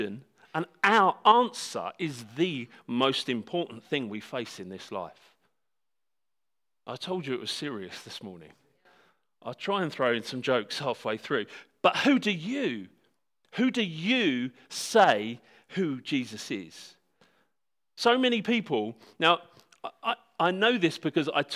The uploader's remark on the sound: This talk was given at Hope Church Sevenoaks on Sunday December 1st 2019